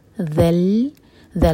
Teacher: ذیل کے لیے ہماری زبان اوپر والے دانت پر ٹچ کرے گی اور تھوڑی سی ٹپ باہر ہوگی. ذل، ذیل کو لام سے جوڑیں گے تو لام پر جھٹکا نہ ہو.